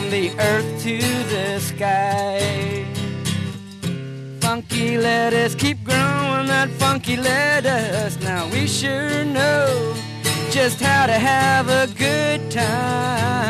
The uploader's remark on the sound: Recorded live at Baracuda on the beach in Yelapa. The recording is a little rough, but it's better than not having it.